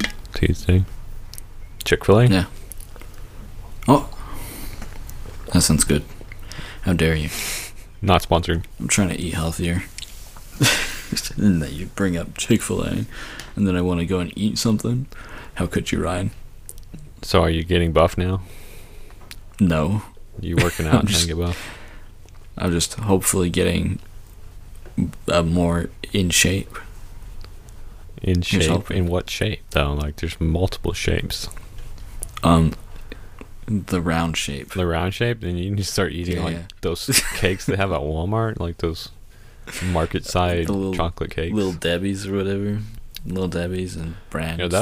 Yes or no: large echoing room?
no